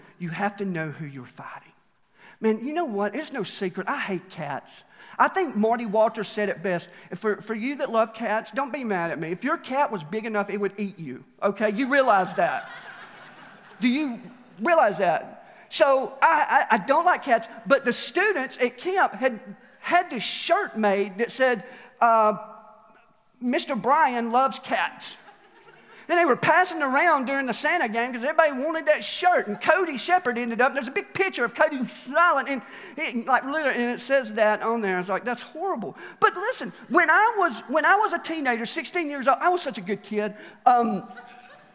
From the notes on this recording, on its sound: Recorded live at The Fellowship at Mt Juliet on July 18, 2021.